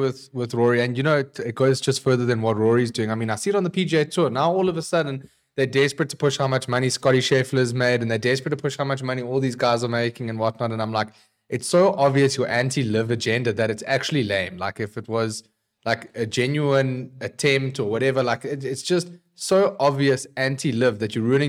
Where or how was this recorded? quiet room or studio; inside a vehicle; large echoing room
quiet room or studio